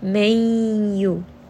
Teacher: you are going to merge this noon sound within the next letter, which is the letter ya, and then also make sure that you are bringing this up into the nose and giving it an adequate amount of ghunna, an adequate amount of nasalization. · Term: idgham with ghunna